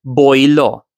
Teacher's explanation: If we say, I spoke, in a quote-unquote standard Gujarati, they were going to say, hun bolyo. Now, in Kathiawadi Gujarati, that ya in bolyo actually moves over in the inside of the word. So we don't get bolyo, we get boilo.